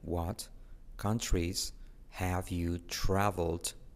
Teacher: podemos omitir la H de have